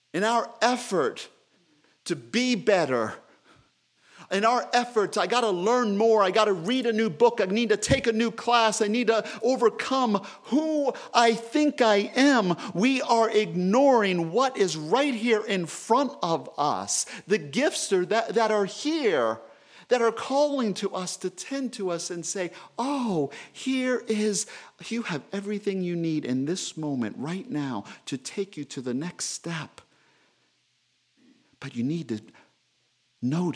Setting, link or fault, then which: setting, large echoing room